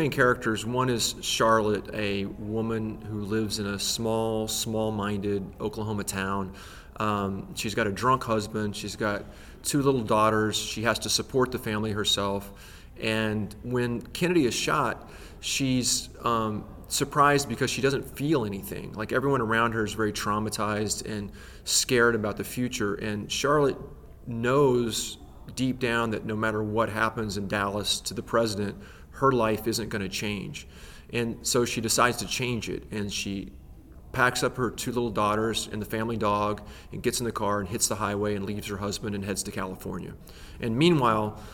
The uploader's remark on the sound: at the ALA Annual conference in New Orleans